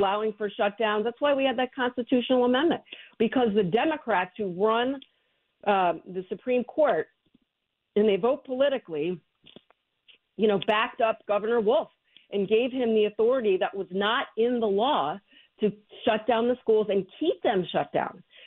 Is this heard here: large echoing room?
no